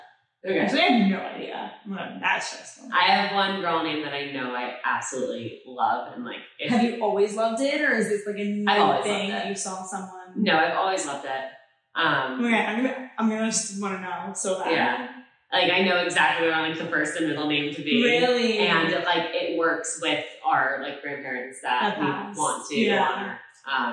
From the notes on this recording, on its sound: We lost the mic audio